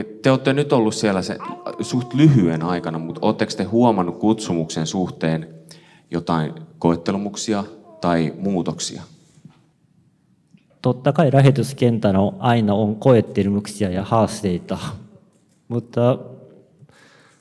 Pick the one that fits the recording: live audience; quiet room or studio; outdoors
live audience